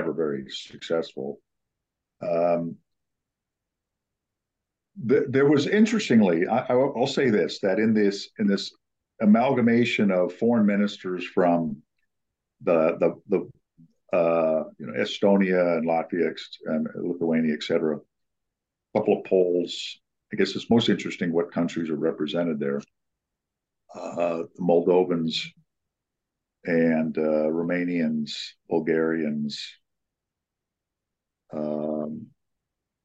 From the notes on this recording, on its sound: The audio is recorded on my iMac from the Zoom call, then uploaded here in Substack.